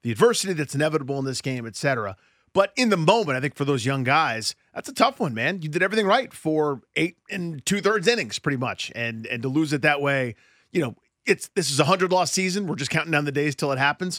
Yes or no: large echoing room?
no